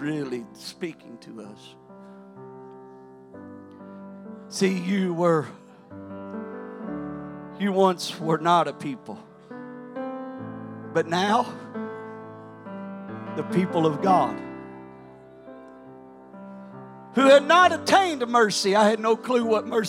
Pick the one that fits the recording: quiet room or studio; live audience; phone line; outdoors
live audience